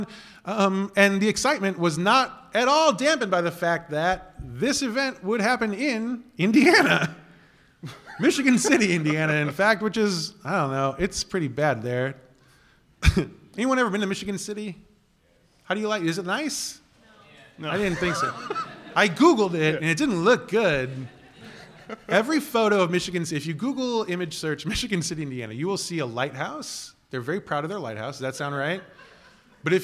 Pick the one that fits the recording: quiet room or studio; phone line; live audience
live audience